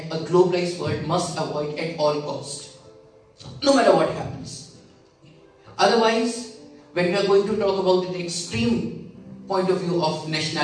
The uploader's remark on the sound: Keynote Speech at Internationalism Awadh Forum 2019 at Uttar Pradesh Urdu Akademi, Lucknow